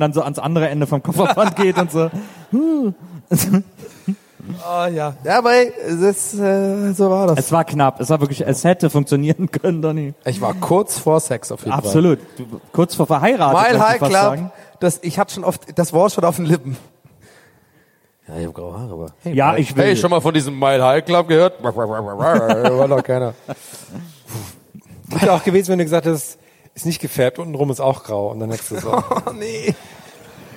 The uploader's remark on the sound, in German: 2018 zu Gast beim Mit Vergnügen Podcast Festival in Berlin.